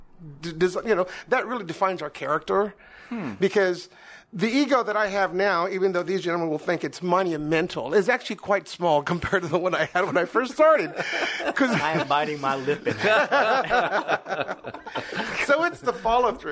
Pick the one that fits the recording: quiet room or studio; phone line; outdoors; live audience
live audience